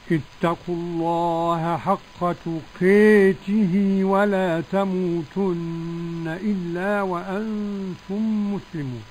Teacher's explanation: تقاته قرأ الكسائي فقط بالإمالة